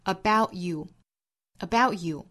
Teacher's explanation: 就是 t 的发音省略掉，不爆破出来，直接发后面的 you 就可以了